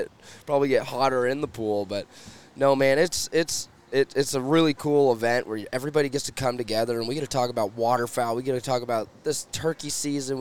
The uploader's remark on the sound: live from Waterfowl Weekend 2023